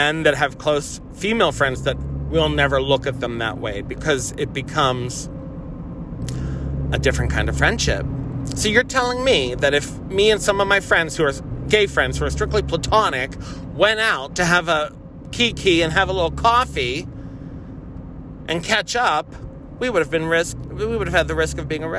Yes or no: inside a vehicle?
yes